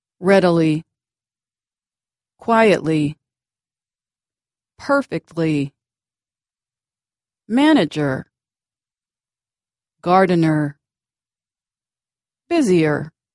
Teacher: Three-syllable words that end in ER and LY often stress the first syllable.